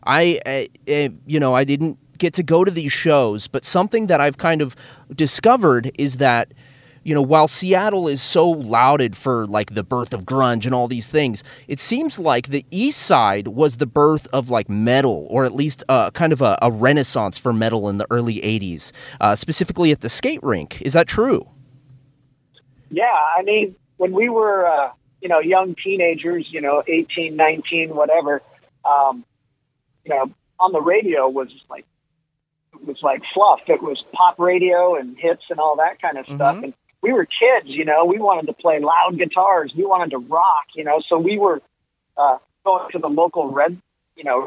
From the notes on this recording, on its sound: so I hopped on the phone